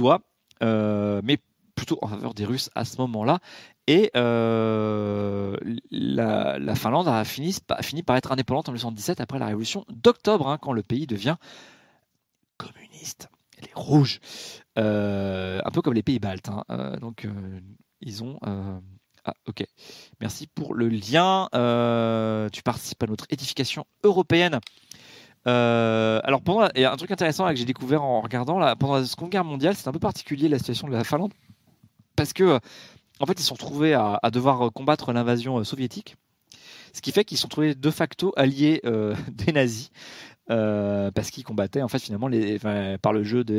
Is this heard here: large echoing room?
no